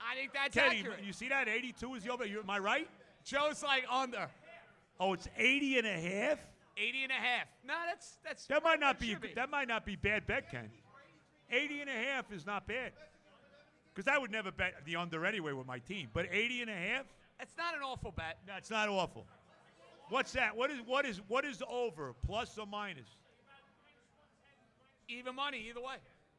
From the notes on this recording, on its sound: Live From Hackensack Brewing.